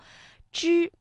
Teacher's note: 这个赵啊是知，所以发音的时候舌尖是上翘的，顶住硬腭前部，知。而仙呢，声母是西，那么发音的时候舌尖要抵住下齿背啊，这个舌面的前部要抬高，仙形成一个窄缝，大家能感觉到这个气流从缝中挤出去了。然后再回来读声，哎，这个声呢，舌尖同样要上翘，因为声母是诗，所以呢它让舌尖靠近硬腭前部啊，又留出了窄缝了，所以读声，赵先生。接下来呢，我们要听成语故事朝三暮四。那我们的问题又来了啊，朝三暮四这个四字成语，它的声母在读的时候有什么样的特点呢？朝三暮四，战国时期，宋国有位老人非常喜欢猴子，他在家里饲养了一大群猴子，成天逗弄这些猴子，与猴子们厮混在一起，邻居们都称他鞠躬。